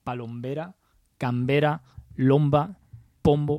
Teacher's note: se conserva el grupo consonántico MB del latín que el castellano perdió